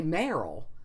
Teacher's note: they take out the R, really the rhotic sound